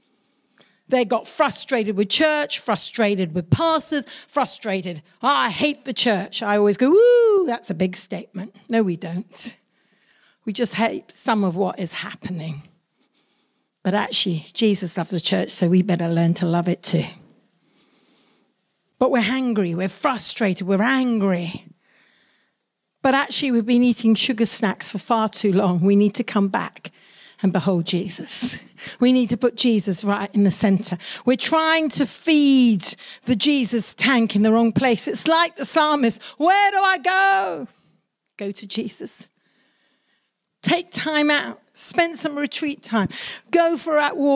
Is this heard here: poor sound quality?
no